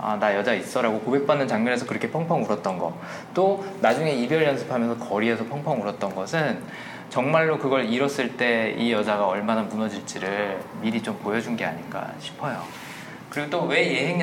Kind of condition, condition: setting, live audience